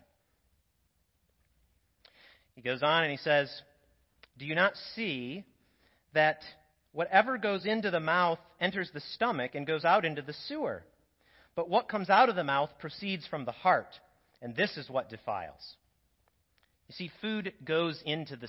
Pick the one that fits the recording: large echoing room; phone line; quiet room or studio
large echoing room